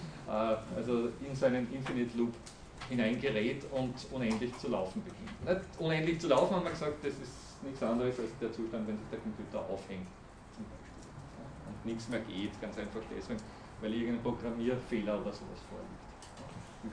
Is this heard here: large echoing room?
yes